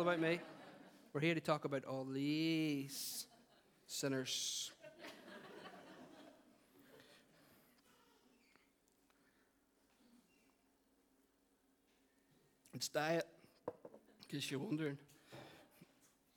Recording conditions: live audience